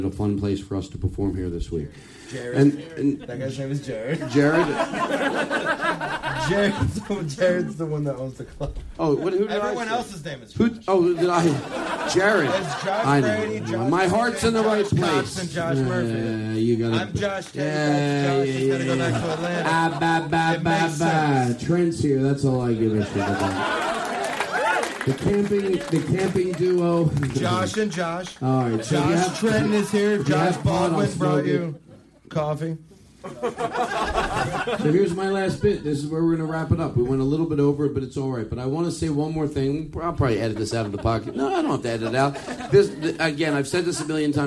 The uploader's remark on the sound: From The Comedy Attic in Bloomington, Indiana! Live from Indiana!